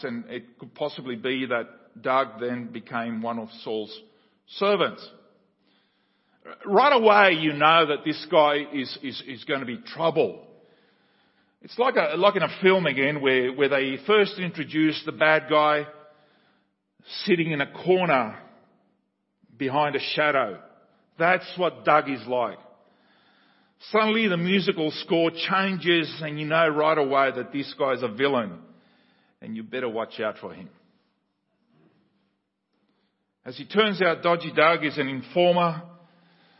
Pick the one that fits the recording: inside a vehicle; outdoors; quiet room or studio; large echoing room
large echoing room